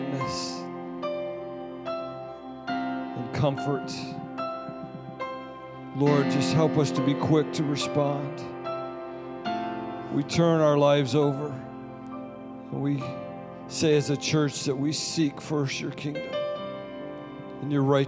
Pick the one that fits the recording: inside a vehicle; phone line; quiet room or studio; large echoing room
large echoing room